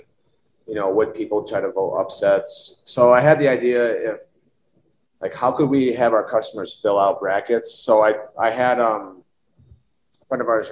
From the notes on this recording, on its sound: Recorded Live on Zoom on 4/5/2021